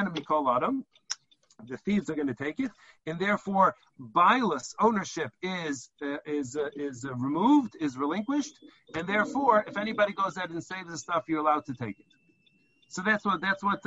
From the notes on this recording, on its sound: Helped by the probing questions of the attendees of this recent ZOOM teleconference Shiur